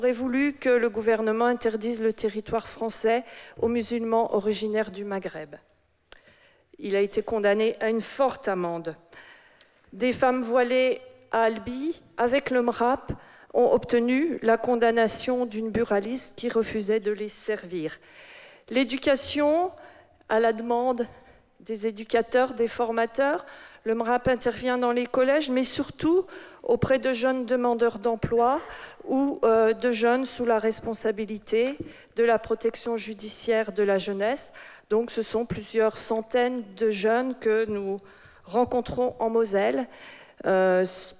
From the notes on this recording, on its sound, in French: Émission spéciale : en direct de la journée mondiale du refus de la misère à Metz. Ils ont accueilli des représentants des différentes associations de défense des Droits de l’Homme.